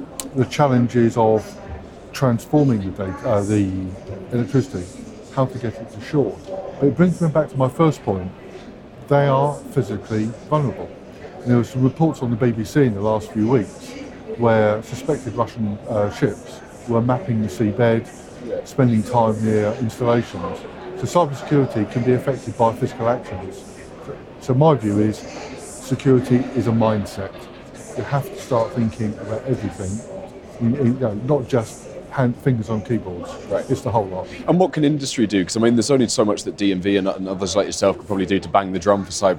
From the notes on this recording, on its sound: dropped by the Energy Voice stand on day two of the All-Energy conference in Glasgow